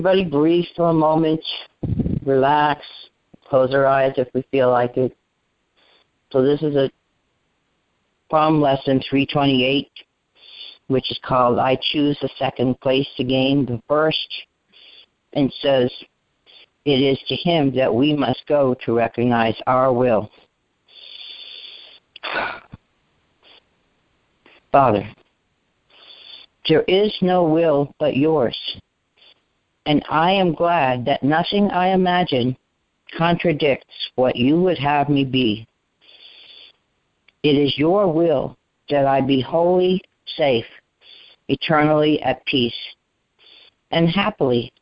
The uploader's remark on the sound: ACIM Daily TEXT Conference Call